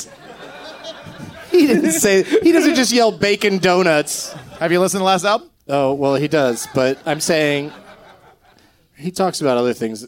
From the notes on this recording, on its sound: Live from The Comedy Attic in Bloomington,